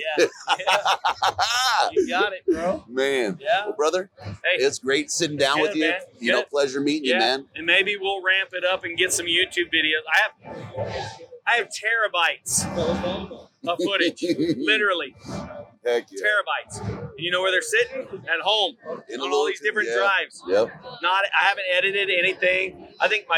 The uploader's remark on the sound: Live From the Initial Ascent Booth at Hunt Expo 2020. Live from Hunt Expo 2020 at the Initial Ascent Mountain Dude table.